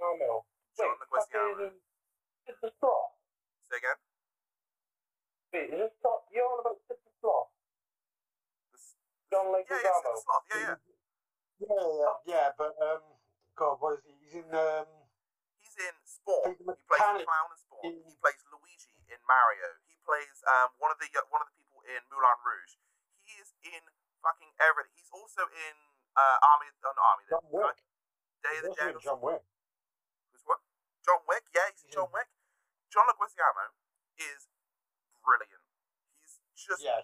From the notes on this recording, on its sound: Still having a few issues with sound we are working on it as best as we can I promise.